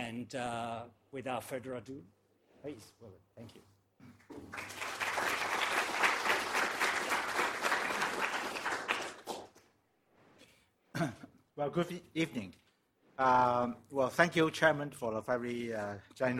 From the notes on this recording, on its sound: This lecture was held as part of Sydney Ideas program on 8 November 2017